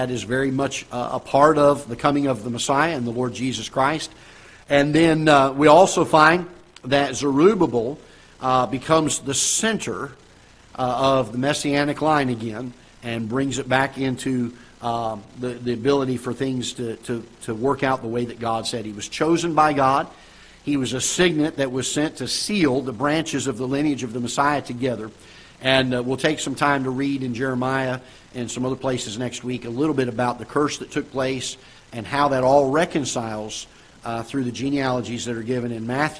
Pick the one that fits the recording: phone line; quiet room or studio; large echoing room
large echoing room